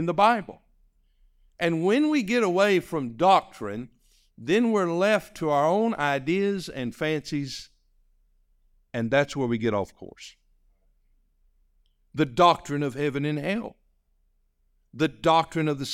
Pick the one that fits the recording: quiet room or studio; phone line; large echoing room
large echoing room